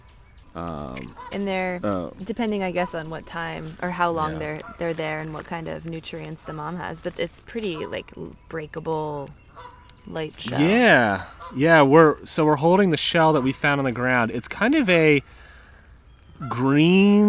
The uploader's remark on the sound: As an added bonus, this week we are recording right next to an active Great Blue Heron rookery in beautiful Tall Timbers Maryland! Many birds make appearances with their songs and alarm calls.